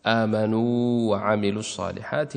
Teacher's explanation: التقت واوان متماثلان والأولى منهما ساكنة ولكن لا إضغام